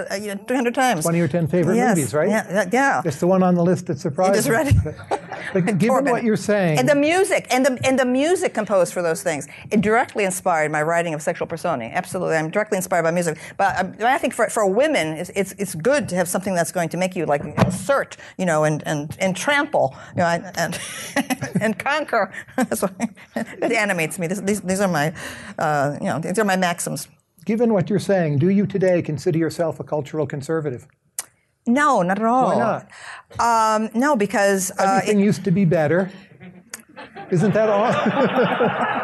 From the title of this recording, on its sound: Live at Mason